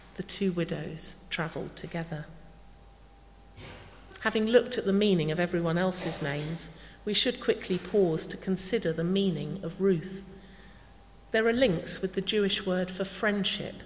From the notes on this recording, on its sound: speaking at the 9:30 service